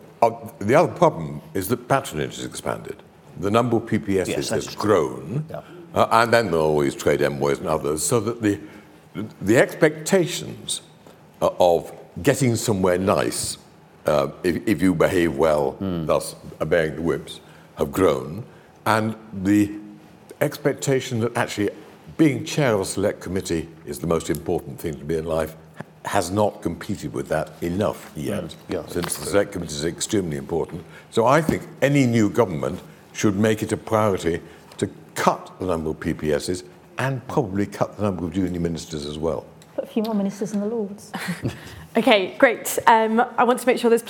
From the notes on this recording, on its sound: This event was part of the IfG and Bennett Institute's joint conference on the Future of the UK Constitution.